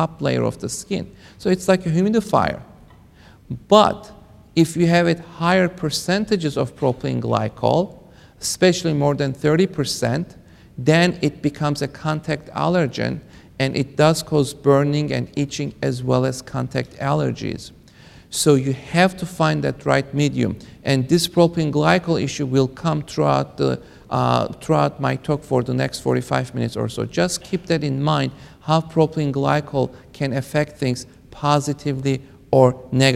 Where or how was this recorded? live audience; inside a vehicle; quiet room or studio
live audience